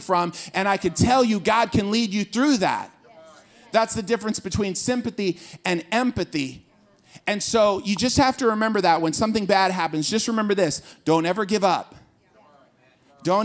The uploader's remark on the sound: This Waves service, we took questions from the audience